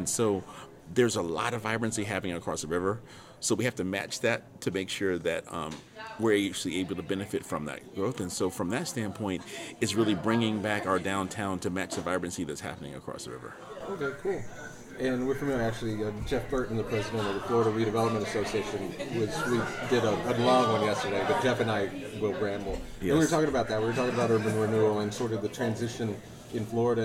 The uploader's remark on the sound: Took place at the Preservation on Main Street Conference in Deland, Florida, on July 28, 2022.